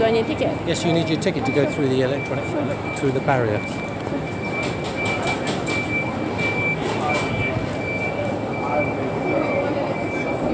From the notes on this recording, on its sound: Arriving in London, changing trains and stopping at a bar. We arrived in London, then took the tube to get to Liverpool Street station to change the train to Norwich. New Milton > London Waterloo > Bank > Liverpool Street > (beer at a bar) > Norwich.